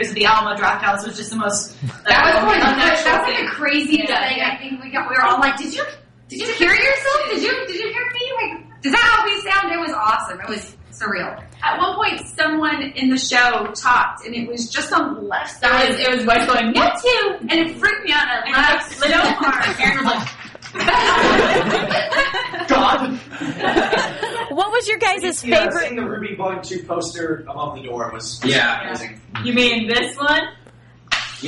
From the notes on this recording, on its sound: Live broadcast at The Alamo in Texas!